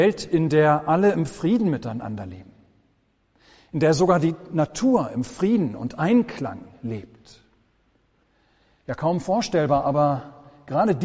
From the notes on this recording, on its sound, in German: Gottesdienst.